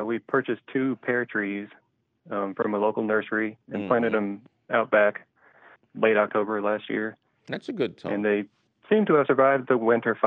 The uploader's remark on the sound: your 'salty' phone calls!